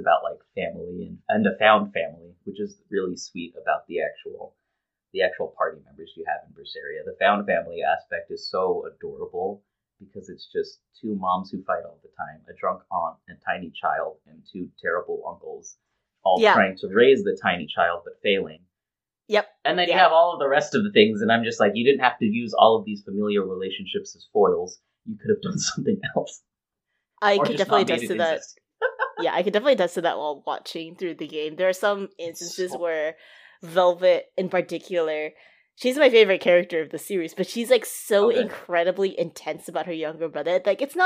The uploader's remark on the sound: Apologies for the bad audio quality!